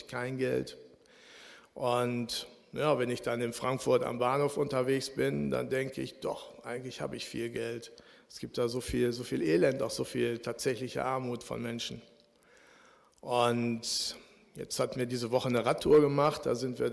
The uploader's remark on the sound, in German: Aufzeichnung der Predigt des Gottesdienstes